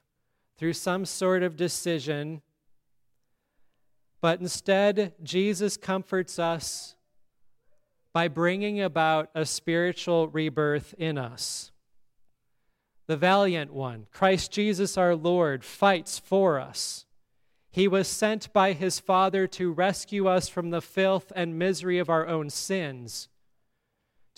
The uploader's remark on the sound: today's sermon at Grace Evangelical Lutheran Church, Lexington, MO